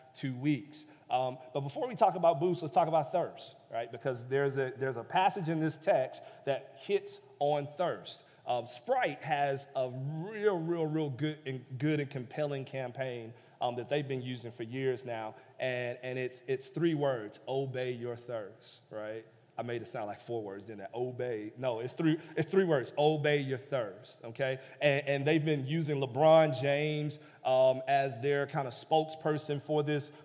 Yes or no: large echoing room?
yes